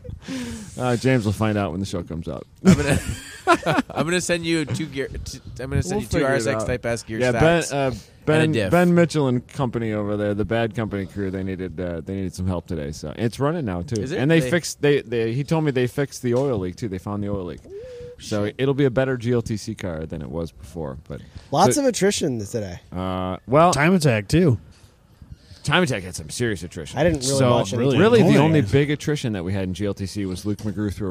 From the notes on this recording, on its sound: We're still at COTA